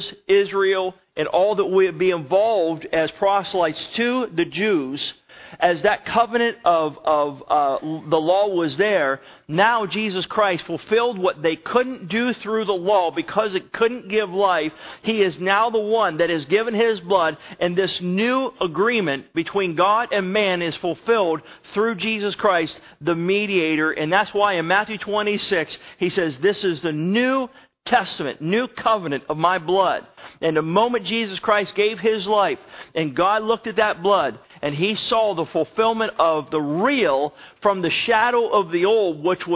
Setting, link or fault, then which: setting, large echoing room